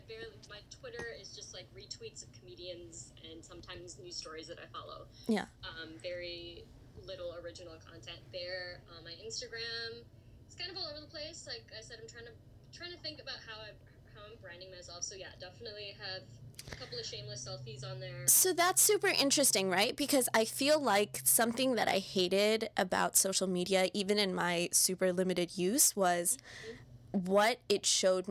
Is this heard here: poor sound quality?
yes